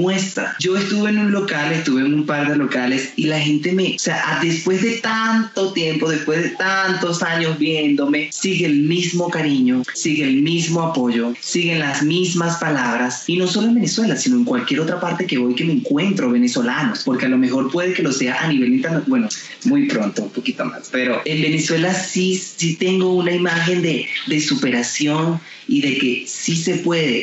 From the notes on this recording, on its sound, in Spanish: conversó vía Skype desde Bogotá con CNN en Español